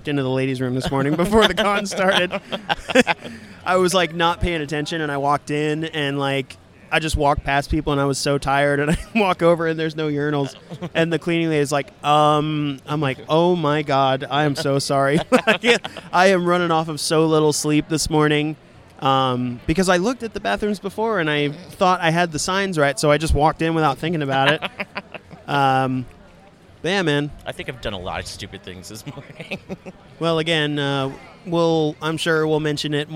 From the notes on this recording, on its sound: Midnight Terrors Live from SC Horror. SC Horror Convention in Columbia, SC. While the guys chilled at their table, they busted out the recording device.